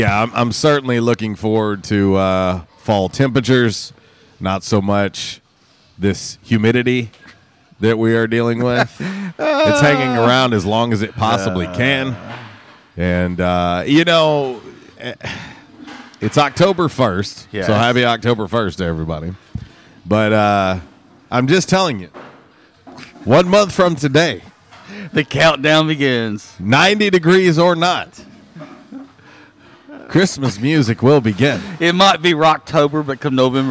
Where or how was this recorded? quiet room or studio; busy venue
busy venue